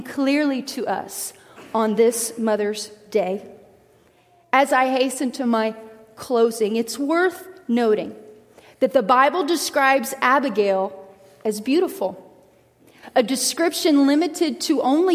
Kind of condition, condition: setting, large echoing room